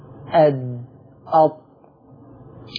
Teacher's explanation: لما يخبط ظهر طرف اللسان في أصول الثنايا في الحتة دي يتولد التاء والطاء والدال، وده هنا مخرج التاء والدال والطاء.